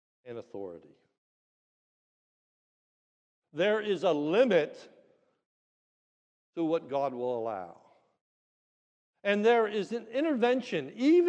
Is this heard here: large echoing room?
yes